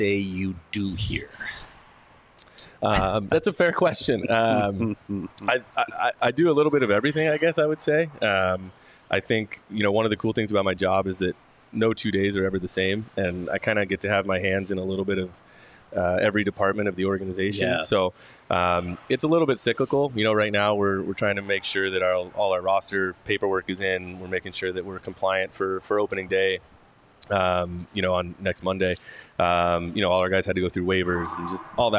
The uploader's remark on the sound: live at the Ice Den in Scottsdale